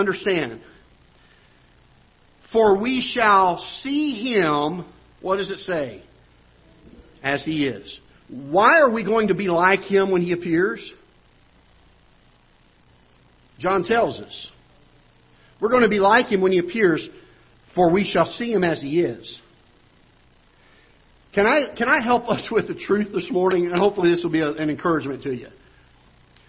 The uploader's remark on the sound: Ketha Heights Baptist Church ~ Live Broadcast